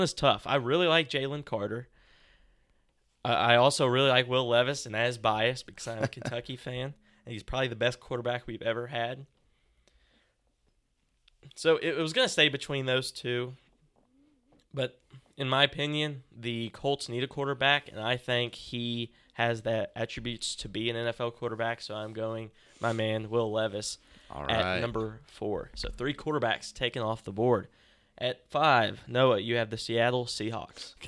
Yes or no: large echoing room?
no